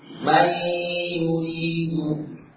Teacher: Sebagai pengaruh dari nun yang masih ada sebagian sifatnya yang lebur ke dalamnya. Nunnya hilang, namun masih ada sisa sifatnya, itu sifat gunnah.